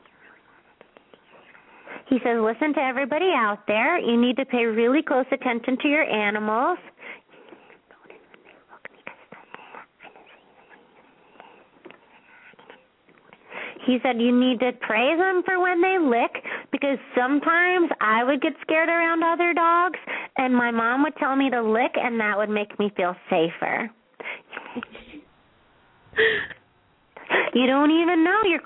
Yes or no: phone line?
yes